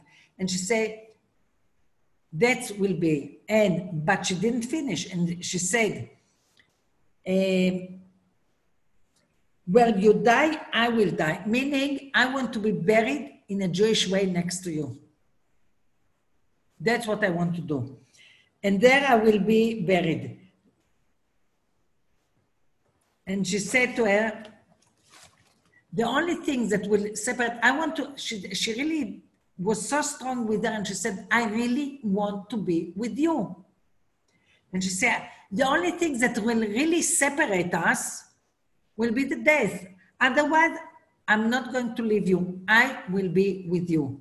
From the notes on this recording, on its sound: Zoom Class